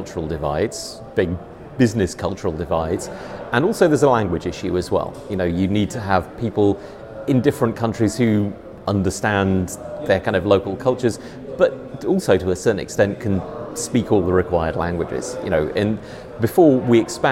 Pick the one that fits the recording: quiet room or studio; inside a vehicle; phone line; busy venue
busy venue